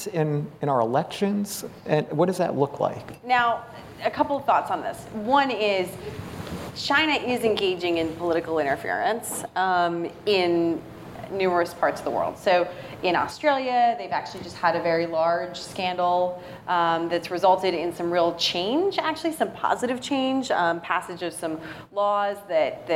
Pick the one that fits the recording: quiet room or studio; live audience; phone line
live audience